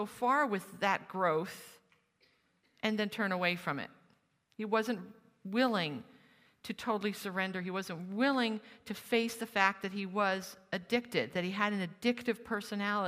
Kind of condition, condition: setting, live audience